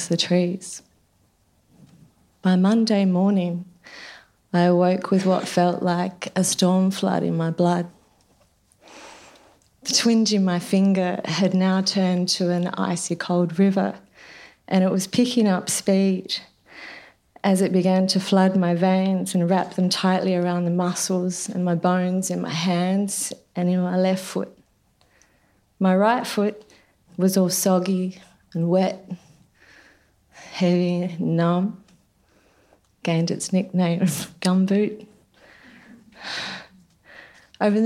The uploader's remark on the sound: SPUN: True Stories Told in the Territory is a live storytelling event. Popping up at different venues across Darwin. Our event at the Michael Long Centre on International Women's Day in 2019.